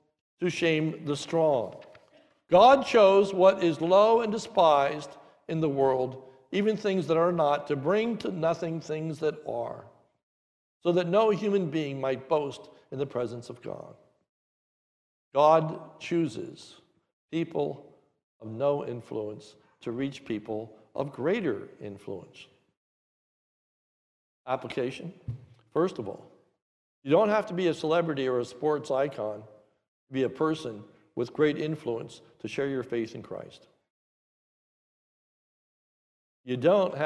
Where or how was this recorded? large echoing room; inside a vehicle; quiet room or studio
large echoing room